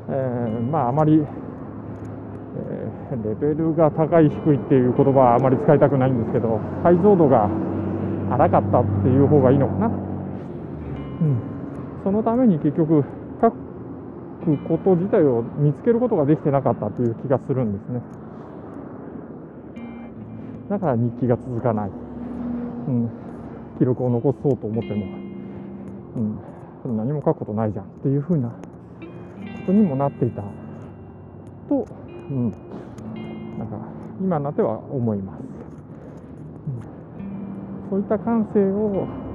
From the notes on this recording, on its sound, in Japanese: 歩きながらイヤホンマイクを使って録音したんですが、マイク部分が服に当たってカチカチと耳障りな雑音が入ってしまった